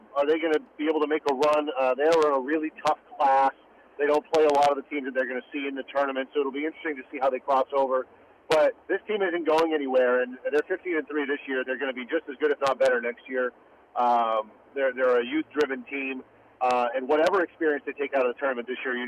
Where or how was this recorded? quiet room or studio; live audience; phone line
phone line